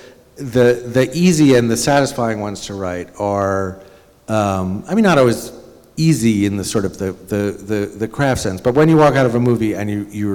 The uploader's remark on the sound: At the annual Word Literary Arts Festival in Blue Hill.